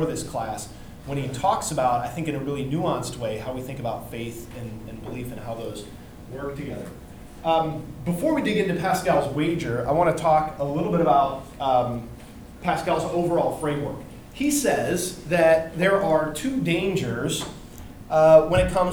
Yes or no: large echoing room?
yes